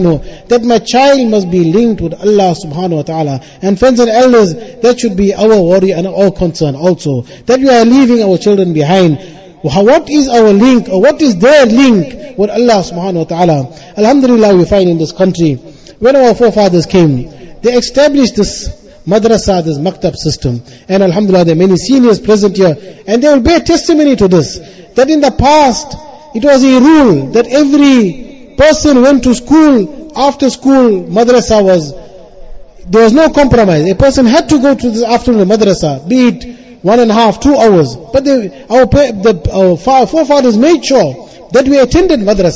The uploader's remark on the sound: Jumuah lecture at Avondale Musalla 20 Jan 2023